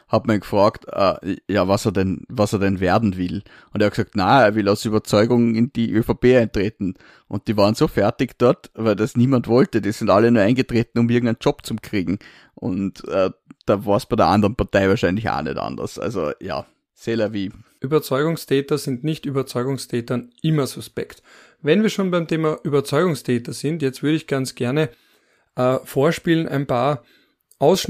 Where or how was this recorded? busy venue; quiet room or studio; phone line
quiet room or studio